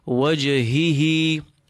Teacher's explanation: Jim with the sukoon, you jerk it. It's a letter of qalqala. And then two has following each other. · It's a letter of qalqala. And then two has following each other. You have to feel both independently exiting from the bottom of your throat.